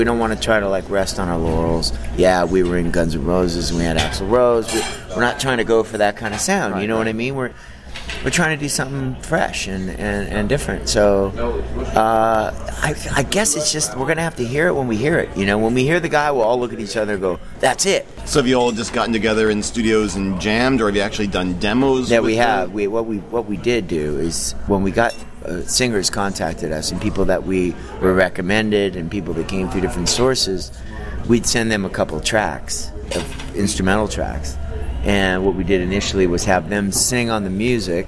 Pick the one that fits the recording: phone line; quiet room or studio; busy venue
busy venue